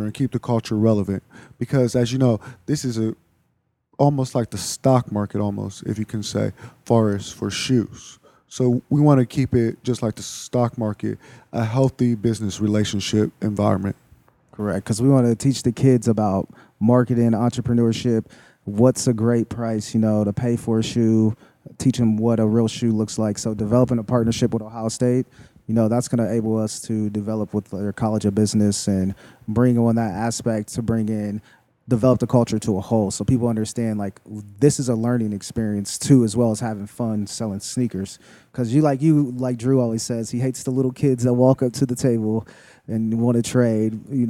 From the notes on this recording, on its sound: This episode was live from The Creative Plug. This episode was live from The Creative Plug.